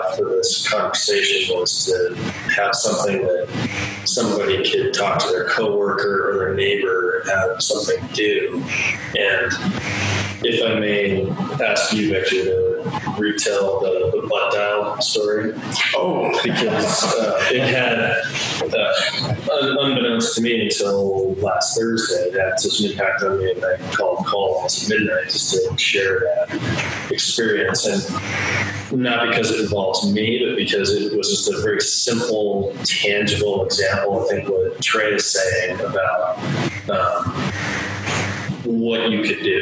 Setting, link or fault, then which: fault, poor sound quality